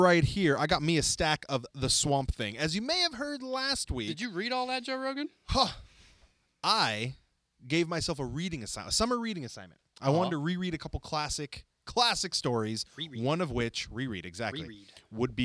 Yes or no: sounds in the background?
no